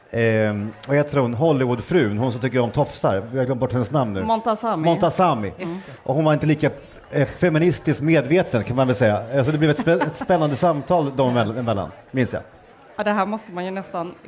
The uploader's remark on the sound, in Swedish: Live från Almedalen